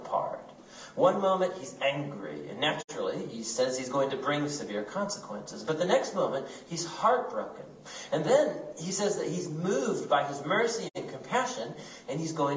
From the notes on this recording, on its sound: Recorded at our Midweek service at Friendship Baptist Church on March 15, 2023.